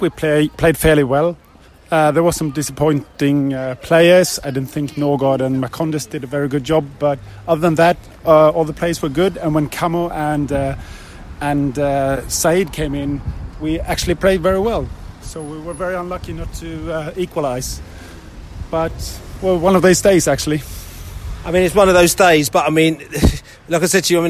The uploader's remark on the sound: post-match podcast from the pub